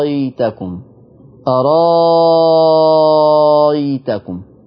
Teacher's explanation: تبدل الهمزة الثانية ألف مع المد المشبع · Term: الإبدال المشبع